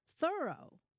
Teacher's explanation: their friend's name was pronounced Thoreau, with the accent on the first syllable